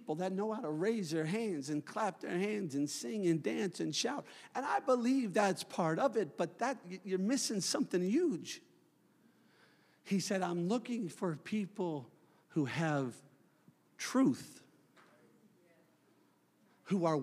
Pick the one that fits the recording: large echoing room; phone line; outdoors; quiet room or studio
large echoing room